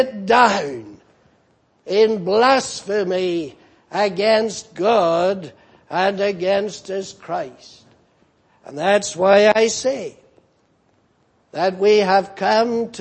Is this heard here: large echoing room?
yes